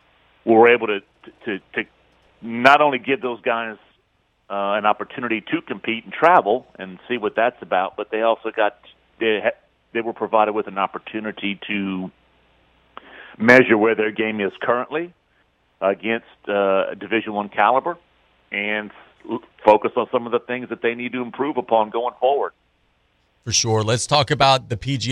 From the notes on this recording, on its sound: We then dive to the phone lines.